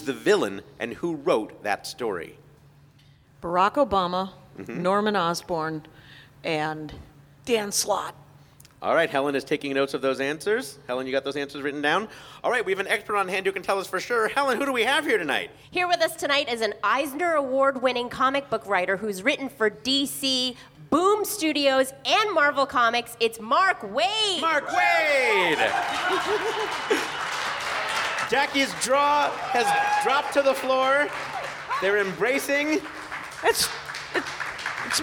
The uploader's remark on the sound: The show is recorded at the Angel City Brewery in downtown Los Angeles. The show is recorded at the Angel City Brewery in downtown Los Angeles.